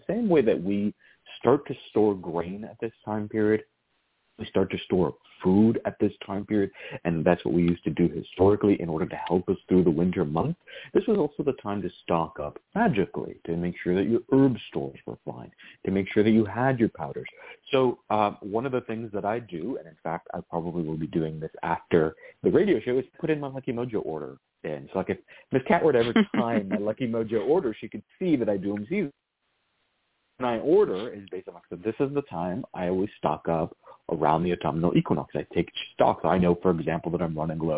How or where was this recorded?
phone line